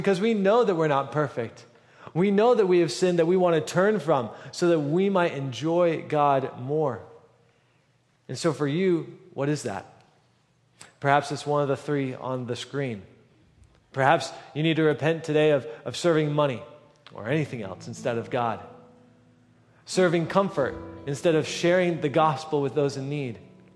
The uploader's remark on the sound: at the November 12, 2023 Sunday morning services of Boca Raton Community Church in Boca Raton, Florida